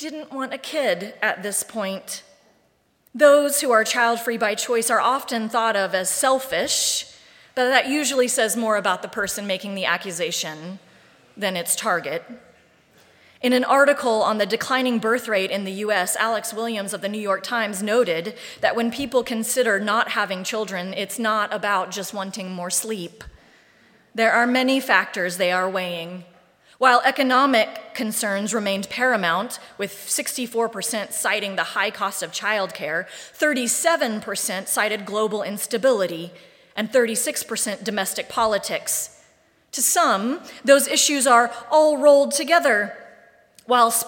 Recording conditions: large echoing room